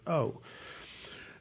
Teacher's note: It's that little glottal stop just before you say the word O.